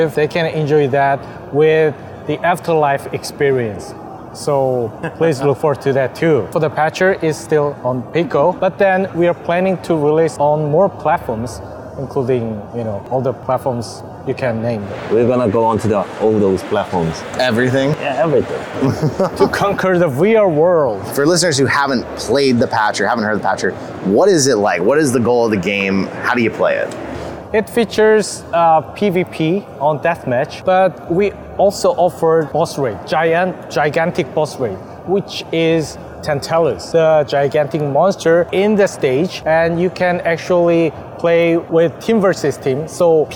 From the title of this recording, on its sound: WE WENT TO GDC!! Live Interview w Pixelity Games!